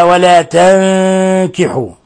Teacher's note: نون ساكنة جاء بعدها حرف الكاف، الحكم التجويدي إخفاء حقيقي